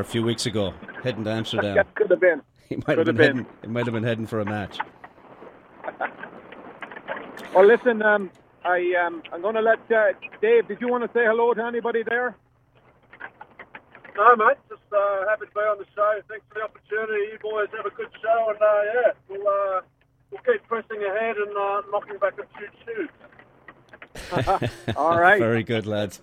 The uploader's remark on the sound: Call in from the road.